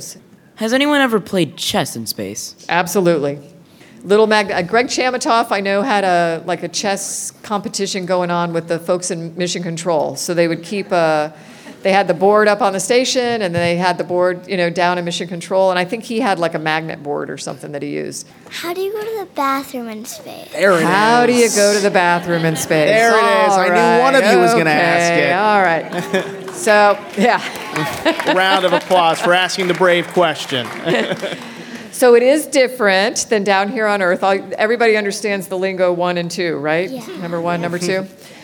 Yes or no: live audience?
yes